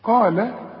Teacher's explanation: القاف مفخمة لكن جنبها اللام لازم ترققها